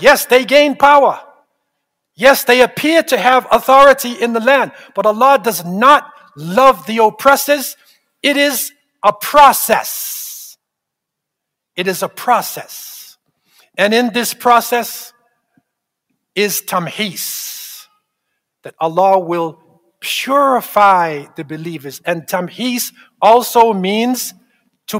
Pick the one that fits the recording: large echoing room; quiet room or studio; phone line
large echoing room